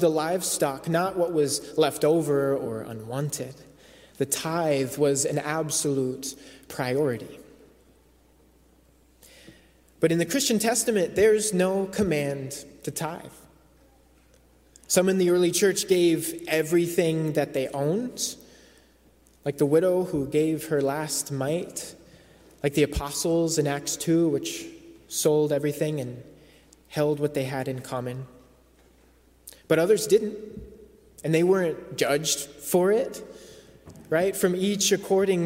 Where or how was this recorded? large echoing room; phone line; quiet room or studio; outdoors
large echoing room